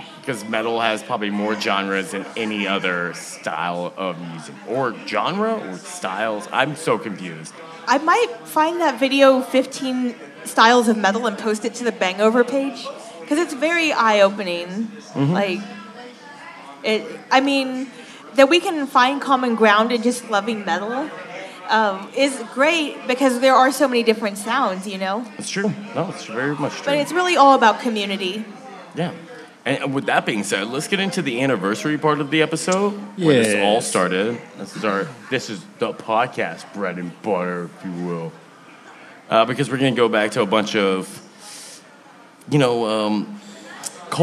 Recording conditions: live audience